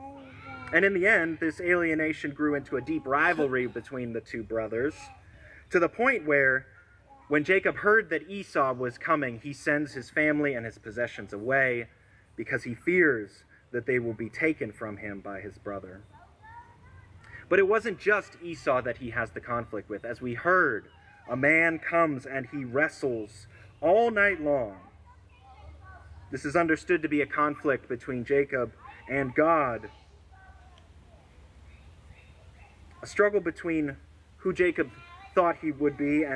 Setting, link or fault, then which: setting, outdoors